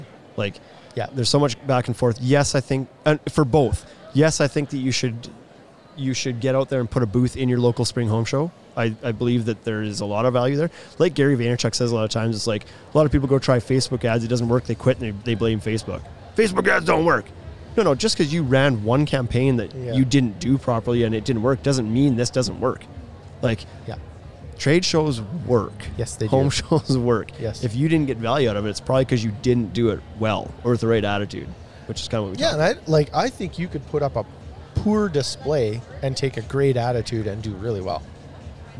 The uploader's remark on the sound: We did this one LIVE from a homeshow so its pretty fitting!